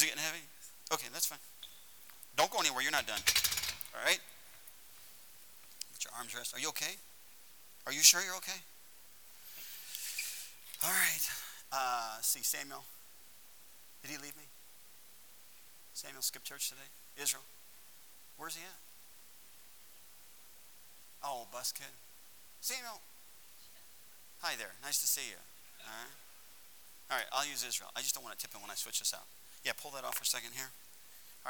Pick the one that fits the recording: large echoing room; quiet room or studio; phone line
large echoing room